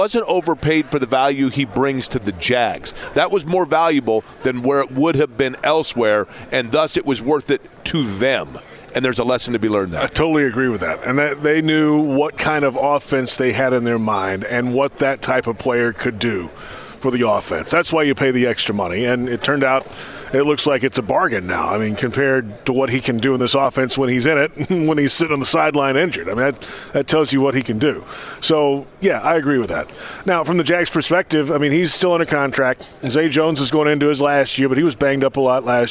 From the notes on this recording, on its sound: live from radio row at the NFL Combine